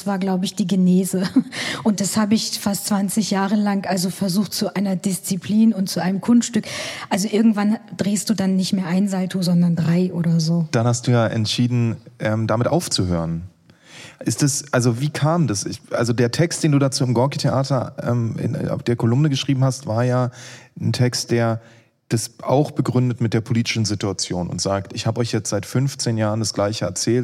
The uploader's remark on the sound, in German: (Live aus Hannover). Bei einem Live-Podcast im Rahmen des Universen Festivals im Staatstheater Hannover aufgezeichnet wurde. Ein besonderer Dank geht an das Schauspiel Hannover, das Trauer & Turnschuh im Rahmen der UNIVERSEN für die Live-Folge eingeladen hat.